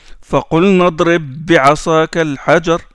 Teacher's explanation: le B qui porte le sukun, il s'insère complètement dans le deuxième et le deuxième porte la shadda. On appuie sur le bas. · Term: idgham